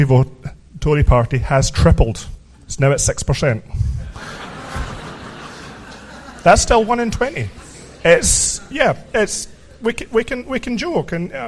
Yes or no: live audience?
yes